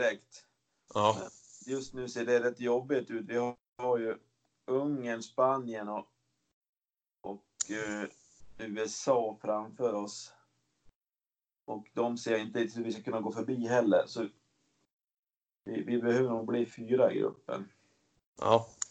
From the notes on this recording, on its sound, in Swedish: Vi har faktiskt klippt lite grann den här gången då det var två separata intervjuer och vi hade lite problem med ljudet till en början. Första minuten är ljudet lits sådär men det tar sig.